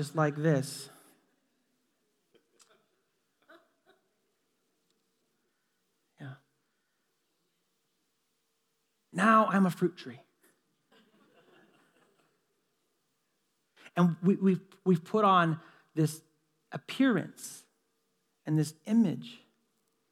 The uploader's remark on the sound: Delivered on 3 December 2017 at Grace Church of La Verne . Delivered on 3 December 2017 at Grace Church of La Verne .